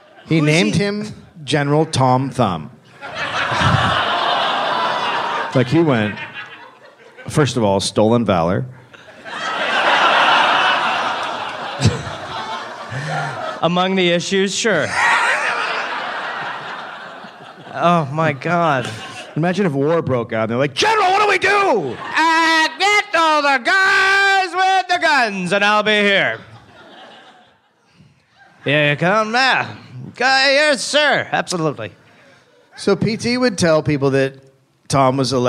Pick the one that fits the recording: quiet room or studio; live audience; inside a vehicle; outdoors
live audience